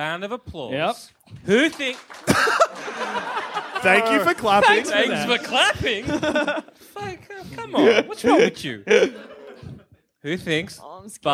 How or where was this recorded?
live audience